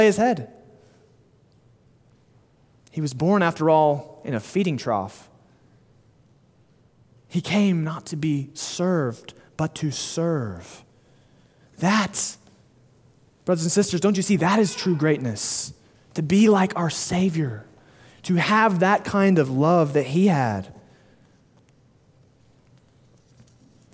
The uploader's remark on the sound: Sermon delivered at Immanuel Baptist Church in Springdale, AR on August 28, 2022